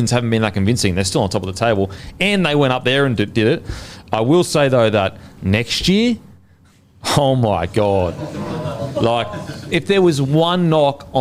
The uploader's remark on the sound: in front of our live audience